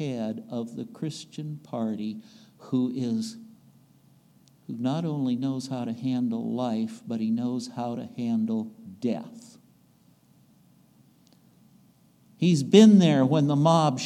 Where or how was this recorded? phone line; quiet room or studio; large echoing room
large echoing room